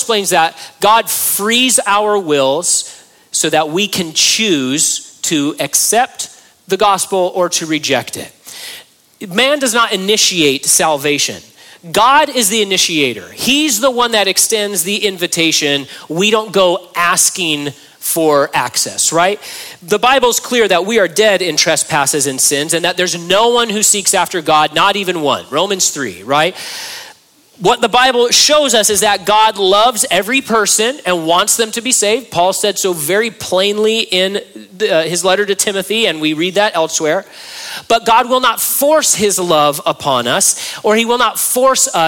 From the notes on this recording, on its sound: during a live Q&A session at Calvary Hanford